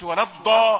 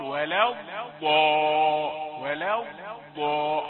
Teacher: واتكلمنا قلنا ما نقولش ولا الضاد، لان دي الضاد دي يعني شديده، والضاد من صفات الرخاوه فهي ليست شديده · Shown in: second take